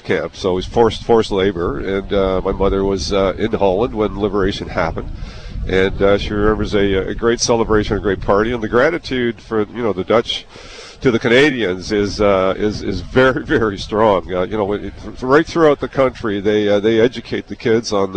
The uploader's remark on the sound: Live from Gore Park. Live broadcast from Veteran's Place, in downtown Hamilton, Ontario.